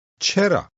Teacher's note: چرا. With rising intonation, it means just why.